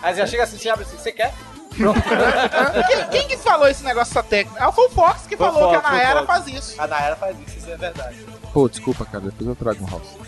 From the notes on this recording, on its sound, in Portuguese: Este episódio foi gravado AO VIVO direto do #CUBOGEEK na Campus Party 2012, evento que ocorreu no início de fevereiro em São Paulo!